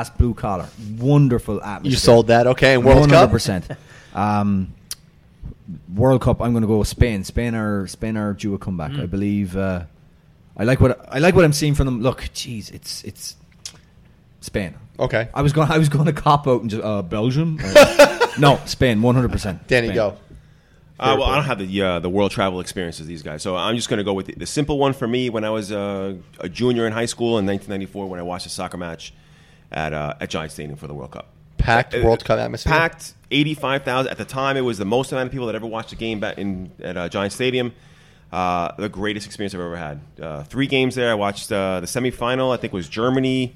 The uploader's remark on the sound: Join me live from Jack Demsey’s.